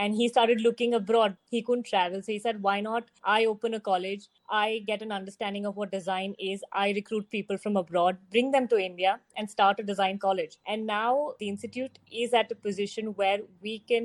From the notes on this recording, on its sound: This virtual panel discussion